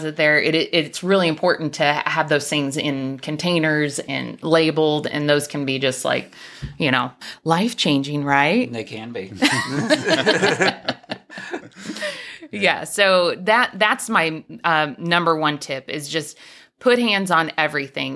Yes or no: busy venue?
no